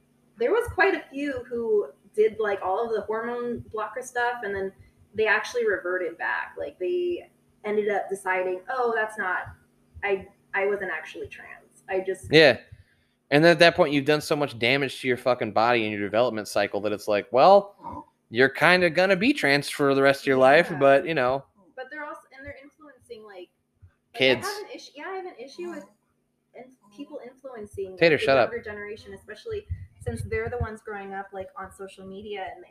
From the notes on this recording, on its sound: Sorry for the audio levels, will correct next time.